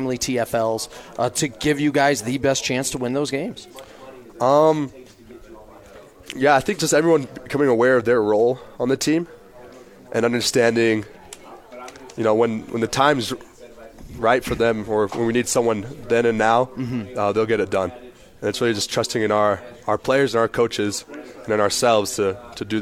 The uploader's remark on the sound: live from BYU Football Media Day